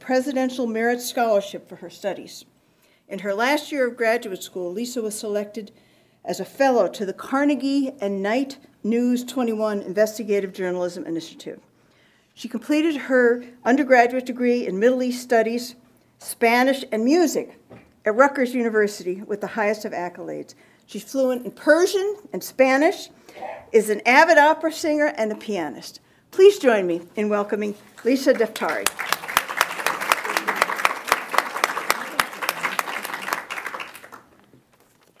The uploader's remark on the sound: Her remarks were delivered at the February 2015 Conservative Women's Network, a monthly luncheon co-hosted by the Heritage Foundation and the Clare Boothe Luce Policy Institute.